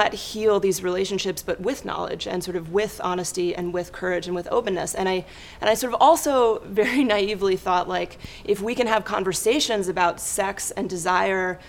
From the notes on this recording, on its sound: Recorded at the touchpoint town hall in NYC on June 5, 2018 at The Assemblage Nomad.